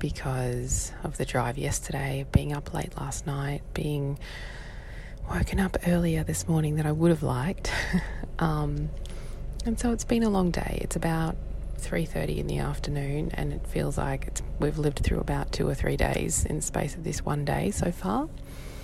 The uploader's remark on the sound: I must warn you that today’s episode (once again brought to you from my car - a theme is emerging) is not the best audio quality… I was, after all, recording this for you while my little one slept in the back seat!